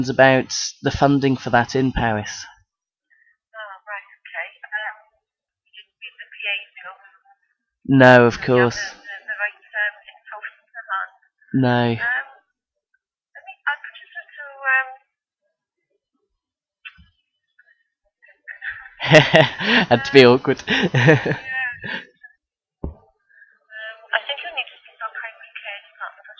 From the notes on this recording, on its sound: Phoning around powys. A low-quality recording of all the phone calls.